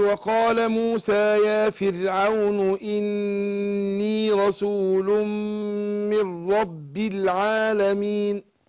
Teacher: خدت بالك من حتة إني رسول من رب؟ يعني أنا بدي النون المشددة غنى حركتين، وبعدين ما كلش المد الطبيعي بتاع الياء، ما خرجش منها على طول، أديها مدات طبيعي حركتين.